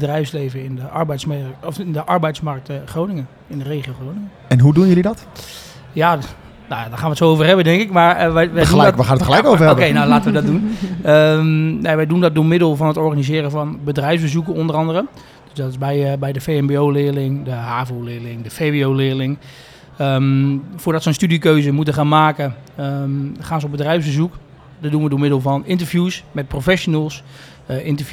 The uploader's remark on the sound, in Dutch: De podcasts zijn live opgenomen in de Podkas van de Gemeente Groningen tijdens de Promotiedagen in Martiniplaza.